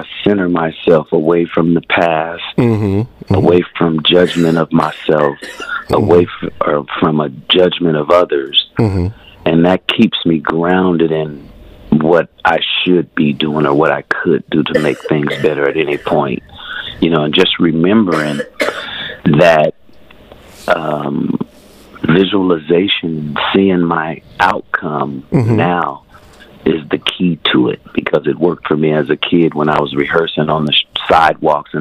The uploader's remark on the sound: Phone Guest